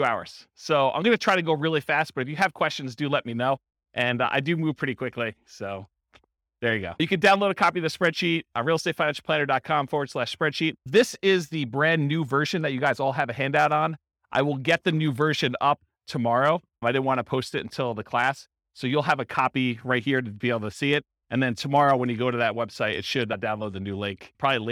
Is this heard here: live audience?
yes